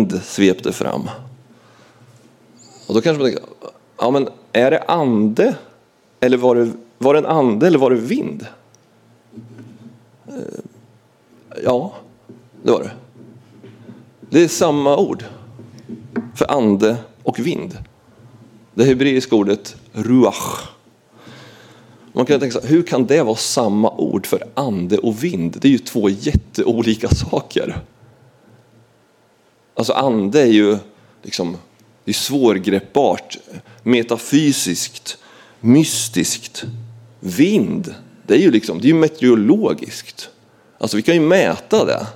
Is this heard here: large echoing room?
yes